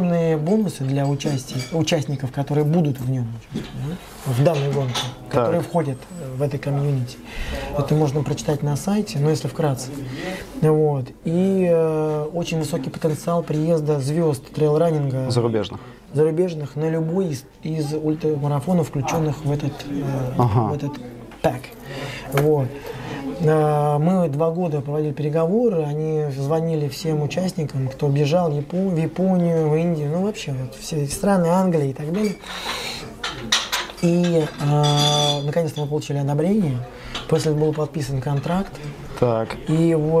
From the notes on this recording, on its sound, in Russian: Записывал Ростове, на Mad Fox Ultra.